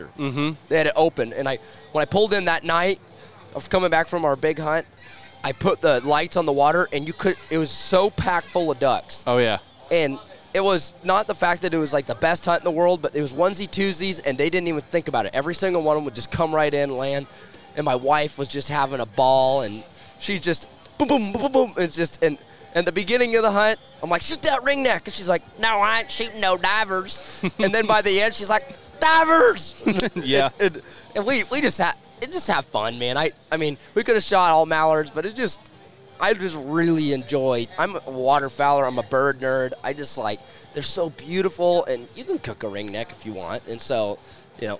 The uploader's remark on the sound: live from Waterfowl Weekend 2023